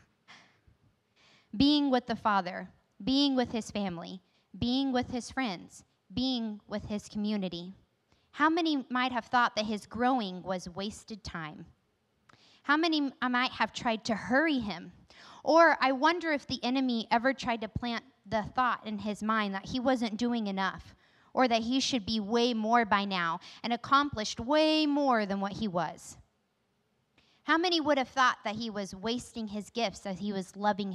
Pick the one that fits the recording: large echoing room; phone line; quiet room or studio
large echoing room